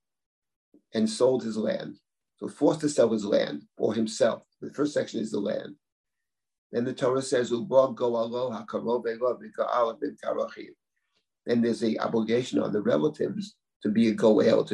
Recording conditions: video call